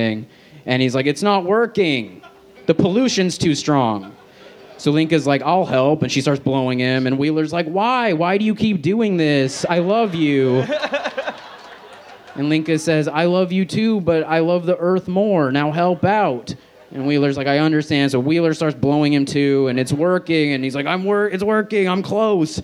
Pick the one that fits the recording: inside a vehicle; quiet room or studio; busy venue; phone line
busy venue